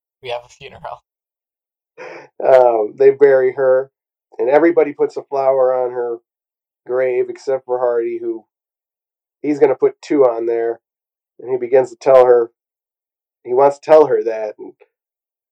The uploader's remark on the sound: Please forgive our audio tribulations!